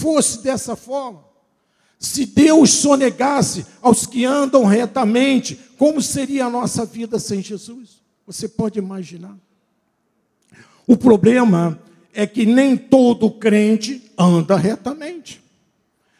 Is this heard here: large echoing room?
yes